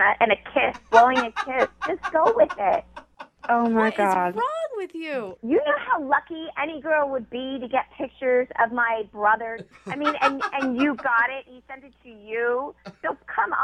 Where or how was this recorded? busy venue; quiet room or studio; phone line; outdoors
phone line